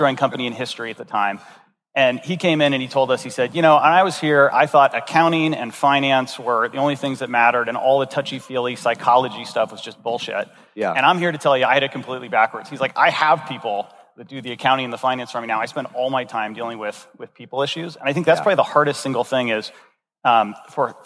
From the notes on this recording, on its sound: This episode was recorded at Saastr Annual 2016